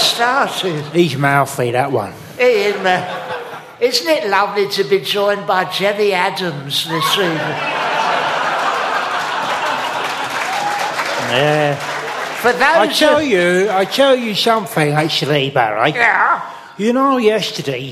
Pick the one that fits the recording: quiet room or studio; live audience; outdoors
live audience